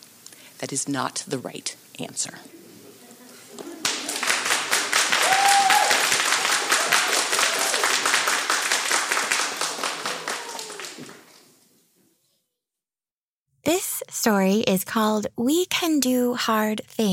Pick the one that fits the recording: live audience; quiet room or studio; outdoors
live audience